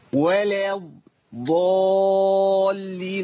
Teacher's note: بصوا في المصحف كده ضيوف الاستوديو ومشاهدينا الكرام، هتلاقوا ولا في الف بعد اللام صح؟ بس الالف ده يسقط عند الوصل لالتقاء ساكنين، فبنتقل من اللام للضاد على طول